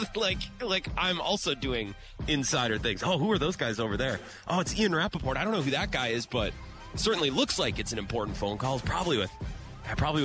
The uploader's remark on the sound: live at Radio Row